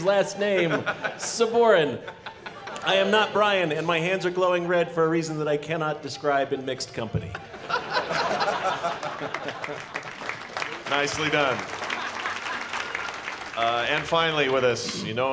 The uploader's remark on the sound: The Last Dragon at Nerdtacular 2017. Our Nerdtacular 2017 live episode!